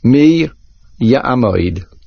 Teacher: Mi ends with a Yud. Ya'amoid begins with a Yud. Make sure you say both Yudin.